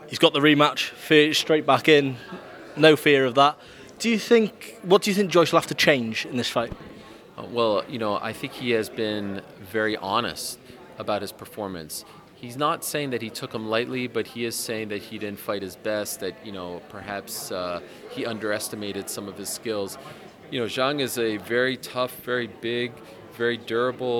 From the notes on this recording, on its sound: at the launch press conference